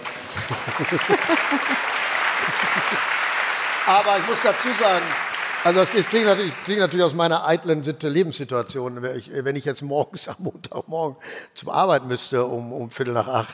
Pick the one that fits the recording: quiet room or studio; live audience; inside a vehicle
live audience